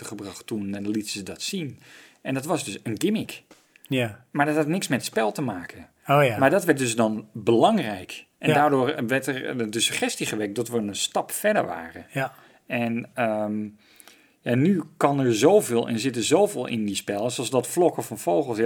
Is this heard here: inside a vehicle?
no